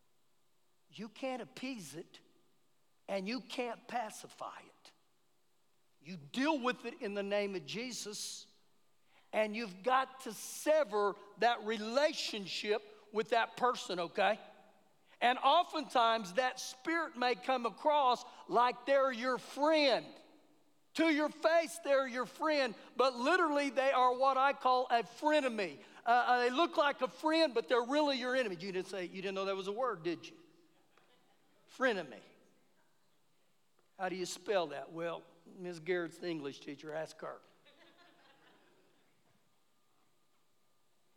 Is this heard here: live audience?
yes